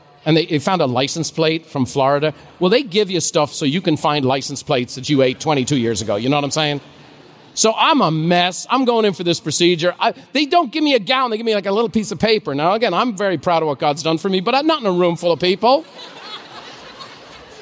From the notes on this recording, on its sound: A special live recording.